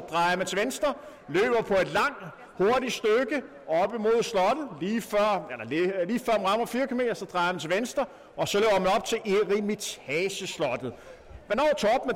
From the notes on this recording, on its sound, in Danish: Historisk dag i Dyrehaven - Live reportage fra Eremitageløbet.